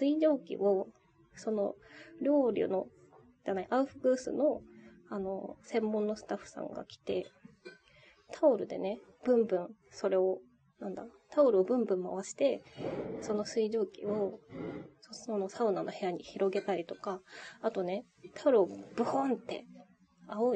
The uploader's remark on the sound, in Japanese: 天国ここにありけり（サウナたまらん）※雑音ごめんね。